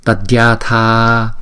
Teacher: Chữ A này kéo dài, còn hai chữ A đầu thì chúng ta đọc một nhịp.